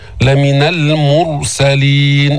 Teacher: نفخم الراء الساكنة لأنه سبقها ضم